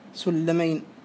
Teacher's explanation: تدخل اللام الساكنة السابقة في اللام المتحركة اللاحقة فتنطقان لاما واحدة مشددة · Term: الإدغام